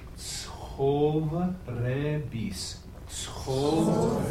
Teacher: we have the KH sound, which you make without any voice, right? Just air, blowing the air through.